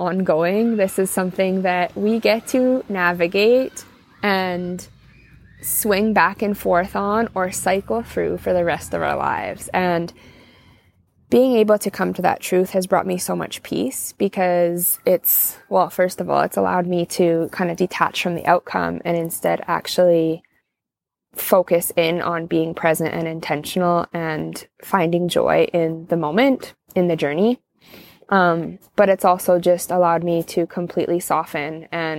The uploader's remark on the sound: join me outside on my back deck on an unseasonably warm, sunny, October afternoon